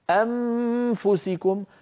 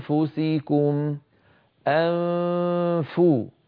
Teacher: من مخرج الهمزة إلى مخرج الفاء من غير ضغط · Shown in: second take · أنفو، فإذا انتهى صوت الغنة الممطوطة الكاملة فو أضغط على المخرج · Term: إخفاء النون